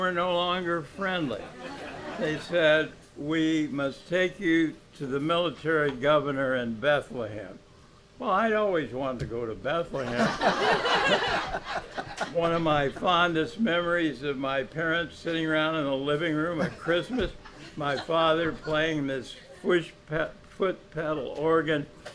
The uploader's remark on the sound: Recorded live at the legendary Red Key Tavern, September 19, 2016